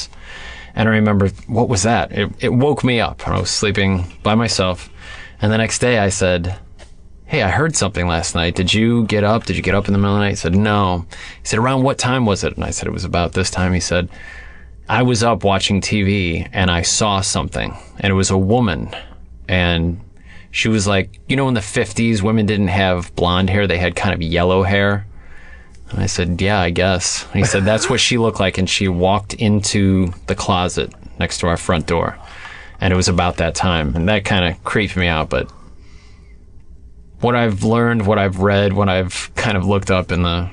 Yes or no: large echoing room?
no